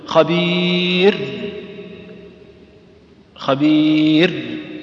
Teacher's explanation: إن الراء حرف مجهور ليس مهموس، مجهور، نقول خبير خبير، ها، ما نقول خبير مثل ما يفعل بعض الناس بحيث أنه يزر النفس معها، ها، بصير ما تقول بصير، تسمعون هذا، ها، أو الواحد نفسه أحيانا يقع مع مثل هذا، تقول بصير مجهور.